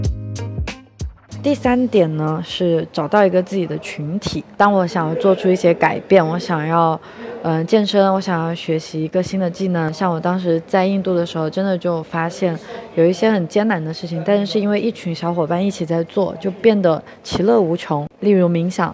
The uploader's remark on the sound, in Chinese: 这一期在克罗地亚的杜布罗夫尼克机场录制